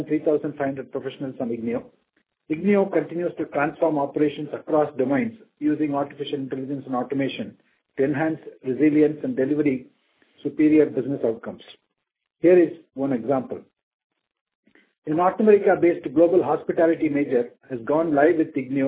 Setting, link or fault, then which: link, phone line